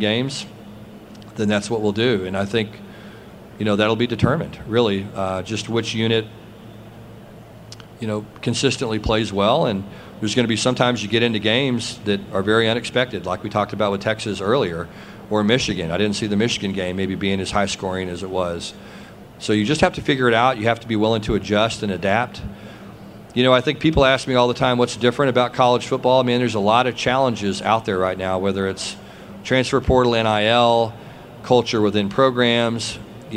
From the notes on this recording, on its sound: press conference at Big 12 Football Media Days